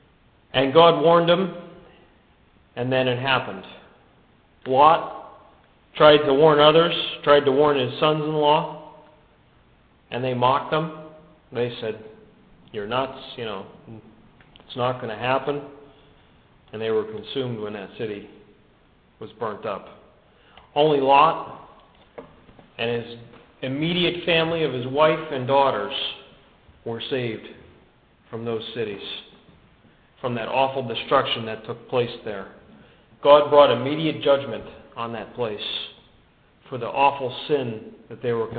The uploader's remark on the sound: This podcast is a good news message given at the Brookfield Gospel Hall in Brookfield, CT in 2005.